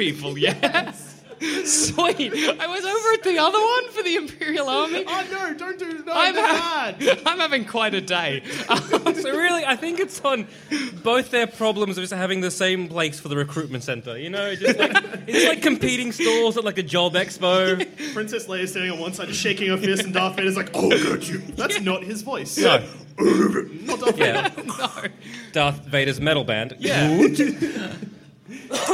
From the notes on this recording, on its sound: In which our heroes do it all live. Live on stage.